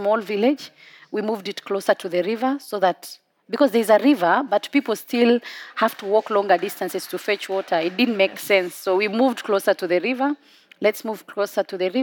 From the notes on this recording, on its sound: recorded at COP28 in Dubai